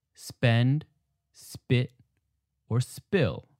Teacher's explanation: All of these words have a P that is unaspirated.